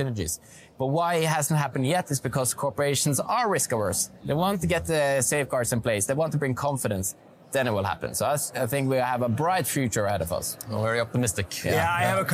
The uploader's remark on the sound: We get an exclusive insight on the live atmosphere from Oslo Business Forum 2023.